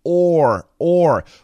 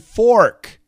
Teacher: when I do the or, that R, the tip of my tongue touches nothing